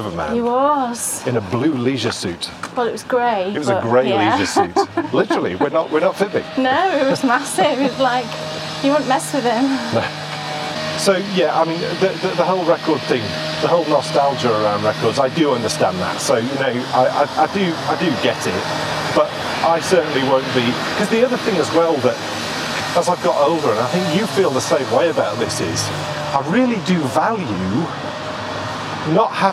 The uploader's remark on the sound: This is a day we traditionally head out for a walk. As we walk and talk.